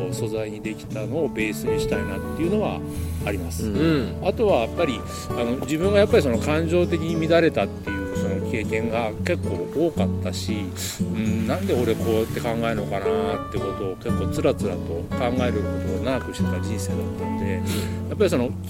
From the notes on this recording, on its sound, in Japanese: 富士山をバッグに３人対談